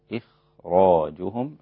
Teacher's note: الخاء إذا كانت ساكنة وما قبل الساكن كسر في أدنى مراتب التفخيم أيضا. إخراجهم هكذا.